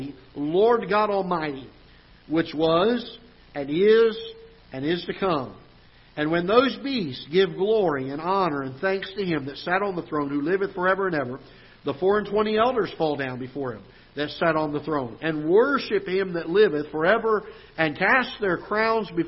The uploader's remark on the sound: Ketha Heights Baptist Church ~ Live Broadcast